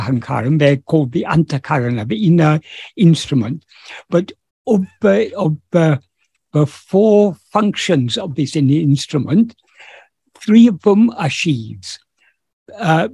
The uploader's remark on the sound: In a Zoom meeting with Sri Ramana Center, Houston